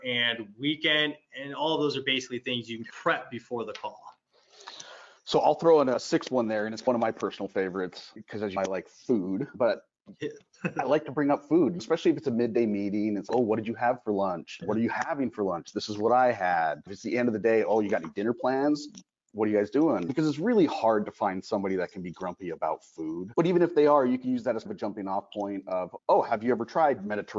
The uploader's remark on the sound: we're bringing you the audio from a previous webinar